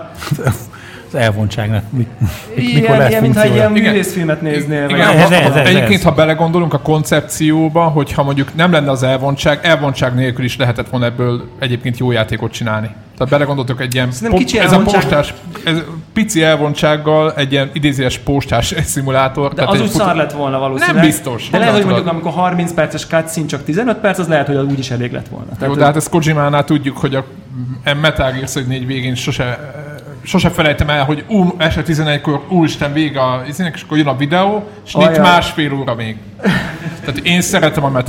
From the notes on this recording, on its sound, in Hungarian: Felvételét élõ közönség elõtt rögzítettük, elképesztõen jó hangulatú party volt. A Konnektor 500 helyszíne a FLOW kávézó volt.